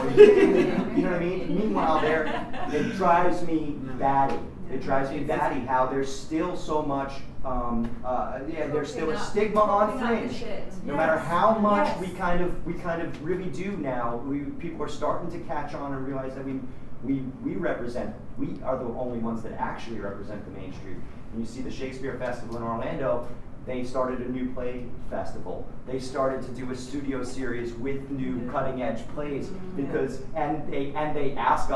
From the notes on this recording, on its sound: Recorded at the 2014 World Fringe Congress in Edinburgh, 10 August 2014.